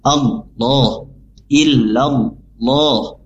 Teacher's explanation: lafaz Allah dibaca tebal atau tafkim Allah illallah, ya karena didahului oleh fathah. Oke, selanjutnya inna fi